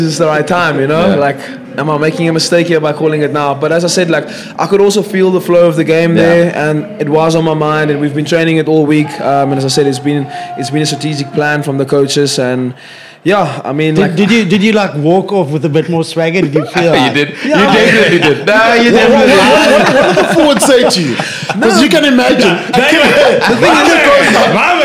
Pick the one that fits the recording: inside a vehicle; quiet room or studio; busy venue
busy venue